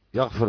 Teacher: الأزرق رقق الراء بخلفه لأنها مضمومة · Term: ترقيق هذه الراء